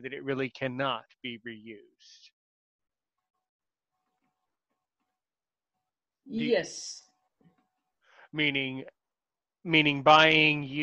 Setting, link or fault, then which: link, video call